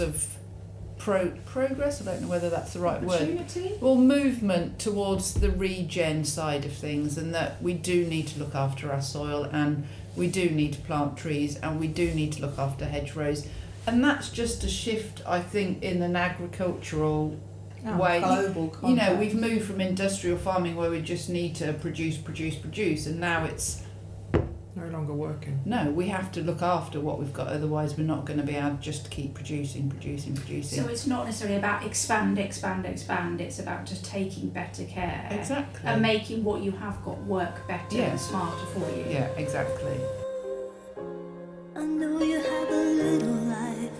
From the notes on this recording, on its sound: Apologies the sound quality isn't the best for this one, our 2 starter mics did the best they could with a conversation between 4?!